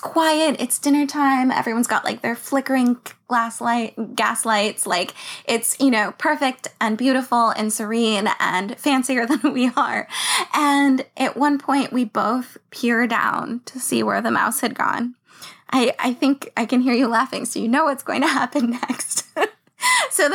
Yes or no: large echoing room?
no